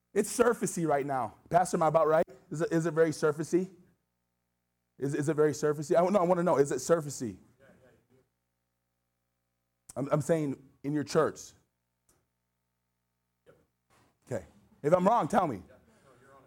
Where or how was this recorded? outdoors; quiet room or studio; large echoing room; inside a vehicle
large echoing room